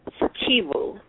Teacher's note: The emphasis is on the second syllable.